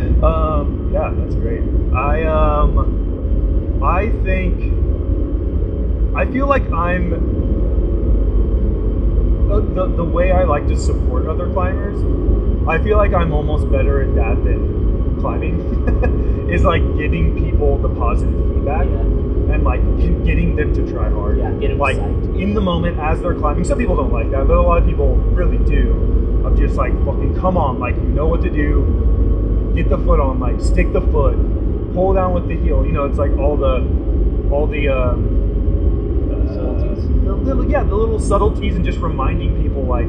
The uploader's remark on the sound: The episode has subpar audio quality and will be the last full-length of its kind.